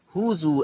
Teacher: ورش يقرأ بهمز الواو